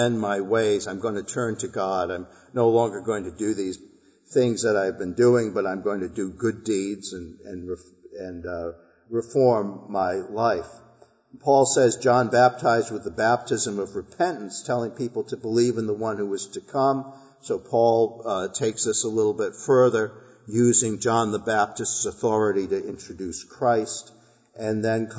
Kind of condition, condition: setting, large echoing room